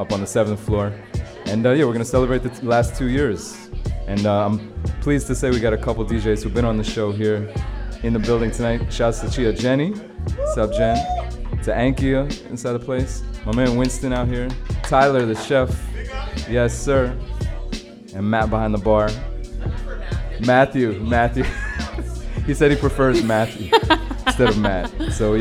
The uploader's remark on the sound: Originally broadcast live on March 27, 2017 from the storefront of The Late Late Bar on Houston Street in New York City